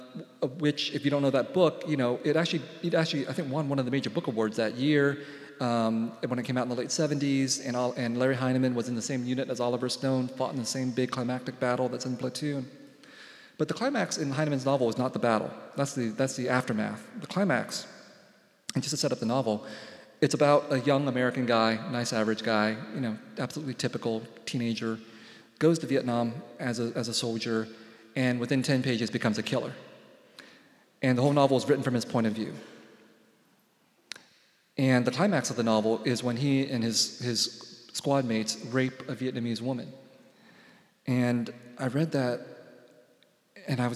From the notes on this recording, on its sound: He spoke at this Seattle Arts & Lectures event at Benaroya Hall on May 7.